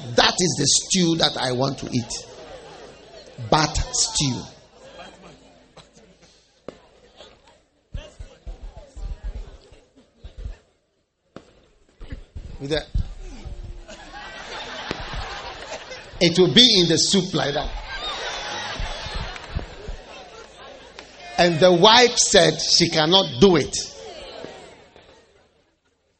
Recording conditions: large echoing room